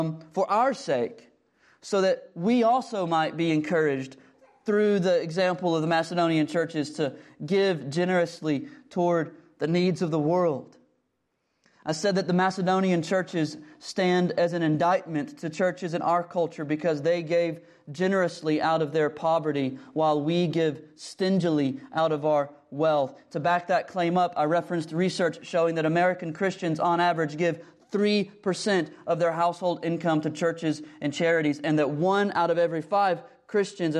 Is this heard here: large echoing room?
yes